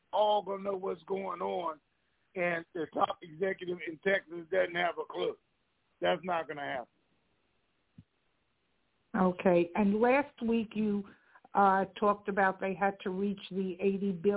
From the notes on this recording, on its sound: Conference Call